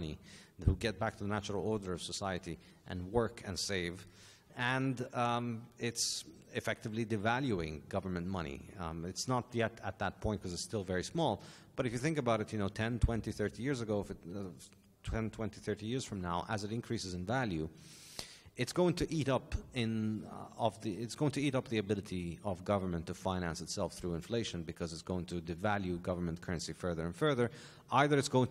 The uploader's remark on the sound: This panel discussion is from the 2021 Annual Meeting of the Property and Freedom Society. Discussion, Q&A.